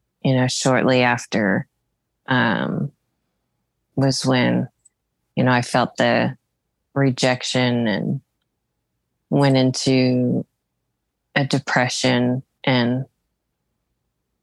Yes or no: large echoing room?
no